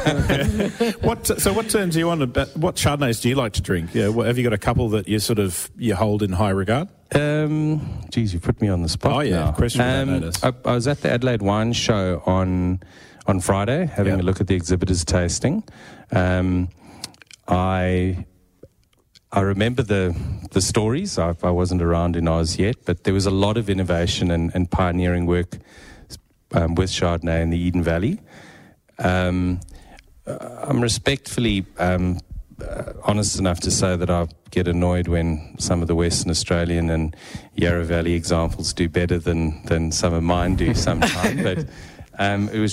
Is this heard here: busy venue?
yes